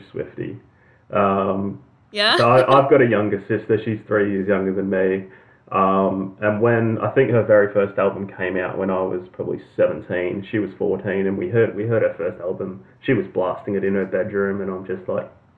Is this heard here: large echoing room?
no